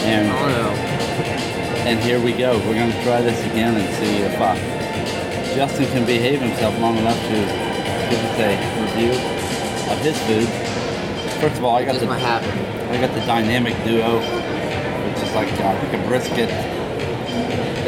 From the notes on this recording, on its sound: Universal Orlando Audio Tour. Take you along as we eat at Leaky Cauldron, ride Hogwarts Express, do the Hogwarts castle walking tour and much more.